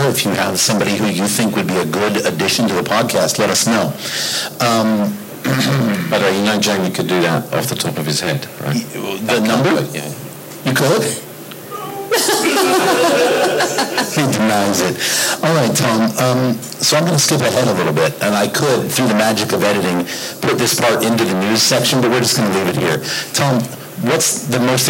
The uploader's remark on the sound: Recorded LIVE At Adaptavist Winter Conference 2018. Recorded a live session at Adaptavist's Winter Conference in London!